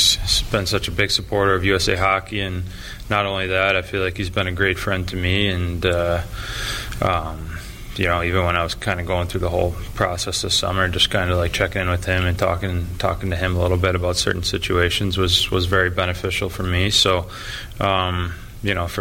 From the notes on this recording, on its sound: Live from The Barn Hockey Bar. Live from The Barn Hockey Bar.